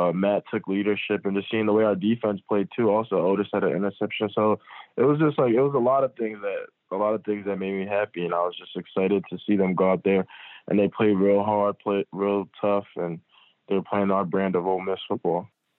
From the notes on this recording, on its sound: on the Modern Woodmen phone line